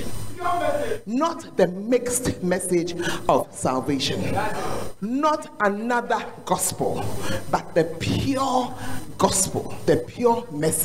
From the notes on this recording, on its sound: Preach at The Art of Evangelism Conference.